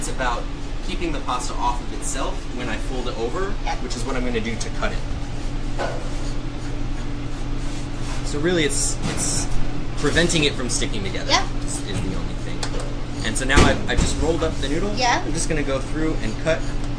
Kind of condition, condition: setting, busy venue